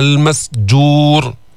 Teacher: الجيم فيها شدة وفيها جهر، بينقطع الصوت عند النطق بها، المسجور، كمان منفخم الراء بالمسجور.